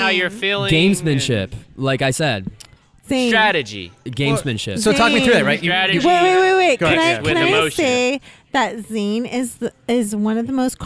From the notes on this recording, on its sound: Live from the 2019 Beer City Open Pre-Party at Perrin Brewing. LIVE from the Perrin Pre-party for the 2019 Beer City Open Pickleball Tournament!